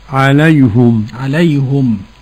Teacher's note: ضم الهاء من عليهم حمزة ويعقوب